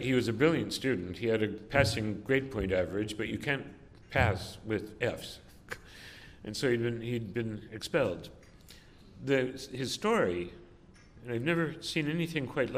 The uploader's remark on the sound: delivered this address on November 15, 2018 at the University Club of Chicago